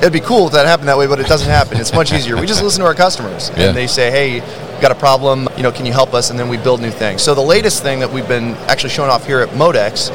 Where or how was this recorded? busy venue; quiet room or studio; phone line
busy venue